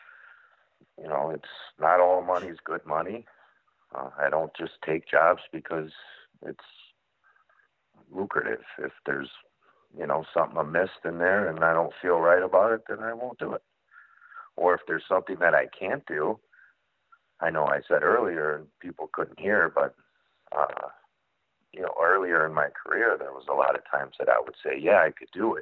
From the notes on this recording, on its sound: call in and talk about their businesses